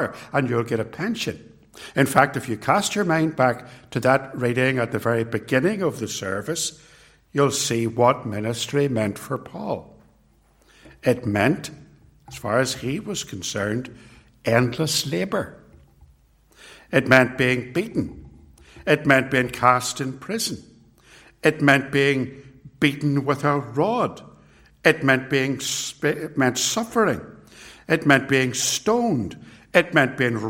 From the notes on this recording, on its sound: It was recorded at TRC